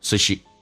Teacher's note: so she 不被强调，用降调来读， so 不做形容词的话，一般啊这个 o 可以近似于发单元音变成 so， she 降调读 soshe，速度很快， so she puts onher。这边听力的难点就是 Puton，我们知道穿上， puts 跟 on 有一个连音，这个词一般会浊化变成子，这个发音叫 putson。